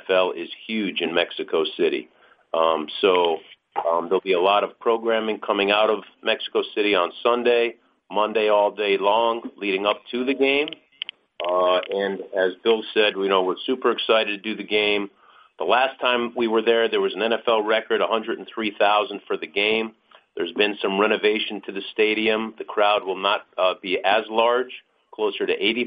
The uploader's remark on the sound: Conference Call